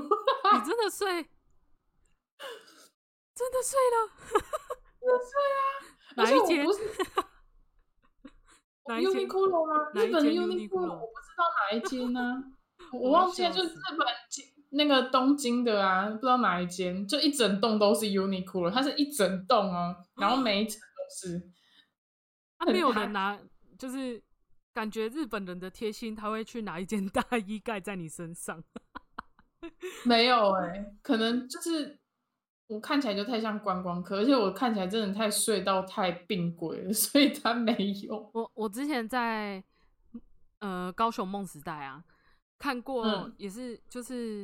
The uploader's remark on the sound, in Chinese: 本集收音出了一點問題